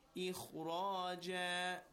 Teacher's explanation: Kha is with tafkhim, ra is also with tafkhim.